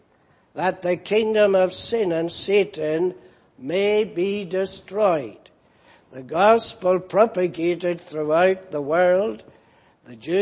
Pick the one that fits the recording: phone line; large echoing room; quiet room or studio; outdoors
large echoing room